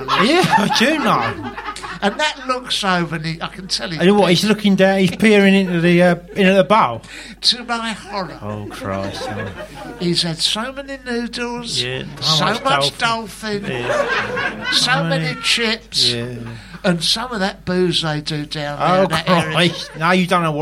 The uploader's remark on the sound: In front of a live audience at London's Museum of Comedy.